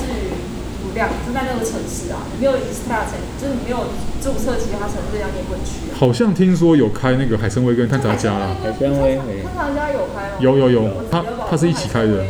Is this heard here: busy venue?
yes